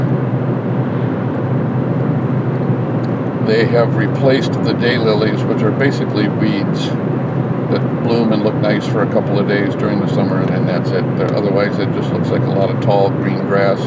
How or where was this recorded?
inside a vehicle